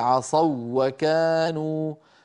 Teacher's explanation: عصوا وكانوا، عصوا وكانوا أيضا الواو الأولى ليست مادية، هي واو لينية قبلها مفتوح، لذلك ساغ الإدغام فيها، فنقول عصوا وكانوا، فنشدد الواو الثانية، هذا علامة الإدغام.